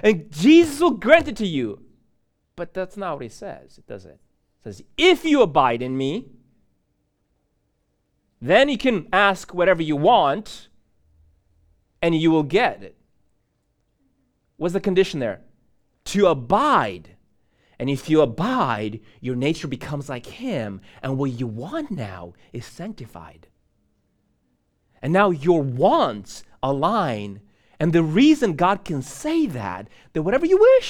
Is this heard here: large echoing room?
yes